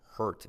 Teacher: Mira la R como se come la vocal delante. No es hurt, sino hurt.